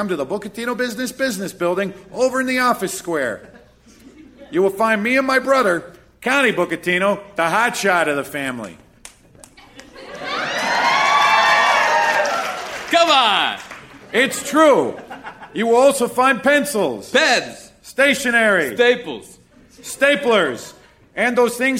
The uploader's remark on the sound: Recorded Live 9/7/2013 at Largo, Los Angeles.